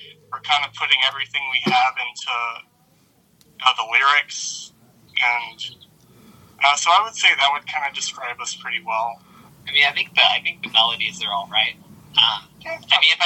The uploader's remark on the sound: Recorded via phone in Grand Rapids, Michigan, and Austin, Texas, on Wednesday, March 23rd, 2022.